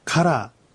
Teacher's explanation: 早く発音するとどうしても発音がしづらいですから、カラーぐらいにこの W の音が消えて聞こえる、曖昧な音に聞こえてくるということですね。あとはエネアンもエナンというような縮まった発音に聞こえることもあります。あとアイヌ語では昔はこうえーとかいーとかって伸ばすのではなしに、音を伸ばすときには、例えば今日の勉強にあるようにてえたとあります。これもはっきりとええと二つの母音を区切って発音するということです。そしてアクセ